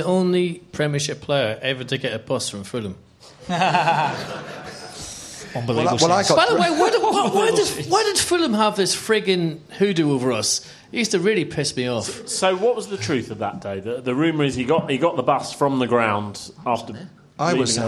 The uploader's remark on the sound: In front of a live audience at the Roundhouse.